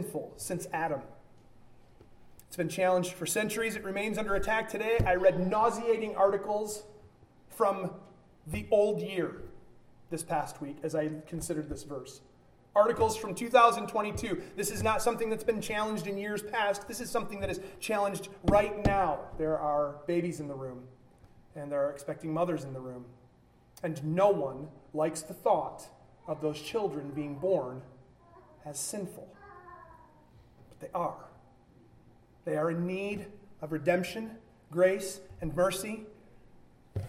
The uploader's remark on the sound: a sermon delivered at Byron Baptist Church, during a joined gathering